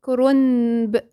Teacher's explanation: قلبنا النون، رغم انها بتتكتب بالنون، هي تتكتب بالنون ولكن تتنطق بالميم